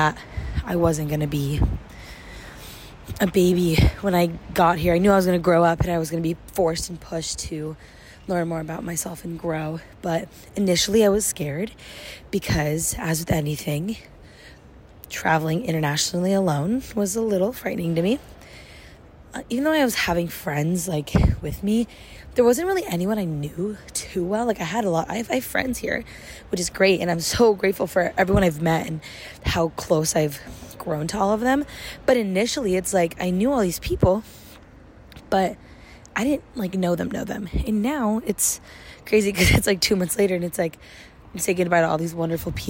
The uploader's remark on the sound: My last day in London. My first little walk & talk episode.